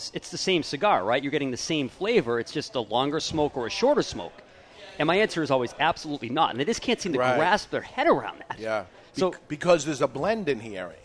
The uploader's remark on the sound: The Camacho American Barrel Aged Tour rolls through Nashua, New Hampshire and we broadcast live from the event at Two Guys Smoke Shop.